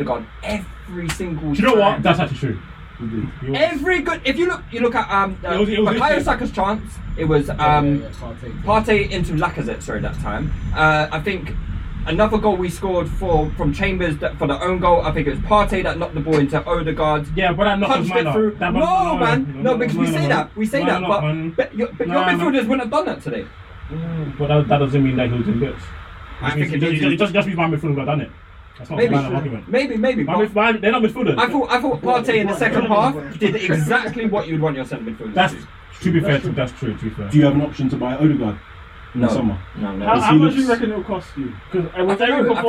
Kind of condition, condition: fault, poor sound quality